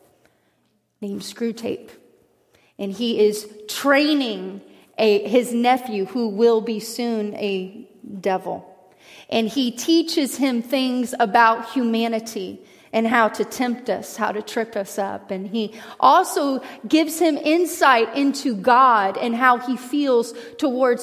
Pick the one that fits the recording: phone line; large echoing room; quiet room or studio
large echoing room